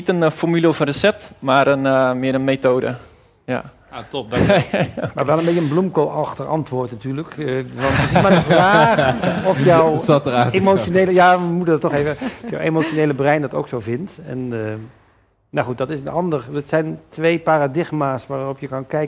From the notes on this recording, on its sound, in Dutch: 1 Uur Over… is een live gespreksprogramma dat werd opgenomen in de Serre van de Botanische Tuinen in Utrecht. Luister in deze podcast de highlights van het gesprek terug.